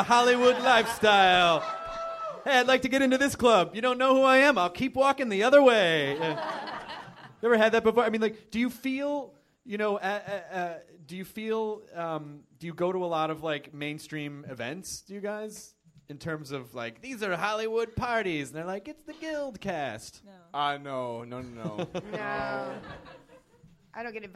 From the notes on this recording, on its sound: Crammed onto our tiny stage at NerdMelt in LA to record this show for 150 enthusiastic Guild fans.